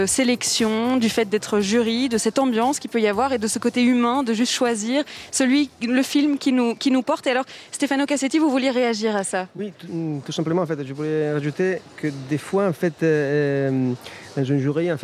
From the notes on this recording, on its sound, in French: aujourd'hui depuis le Brussels Short Film Festival, à la Monnaie